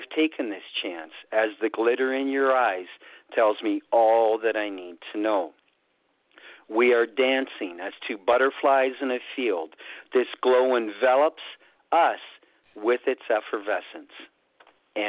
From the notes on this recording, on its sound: Who called in and shared poetry today. Worldwide Open Poetry Reading. Thanks to poets from Springfield, MO, Washington, DC, Los Olivos, CA, Boston, MA, Pasadena, CA, and Sioux St.